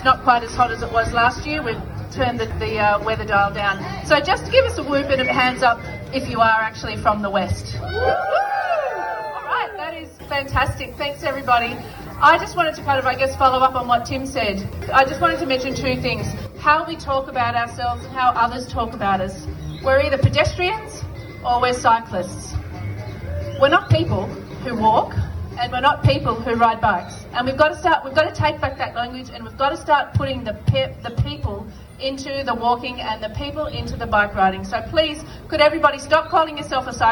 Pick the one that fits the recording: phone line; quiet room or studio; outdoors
outdoors